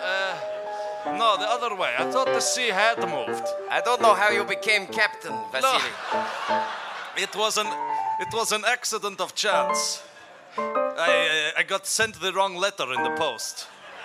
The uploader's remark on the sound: For this show, the audience suggestions were...